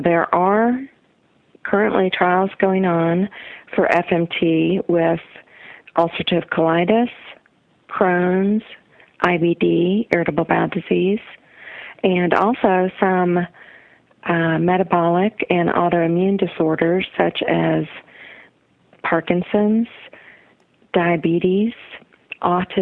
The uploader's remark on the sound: Phone calls.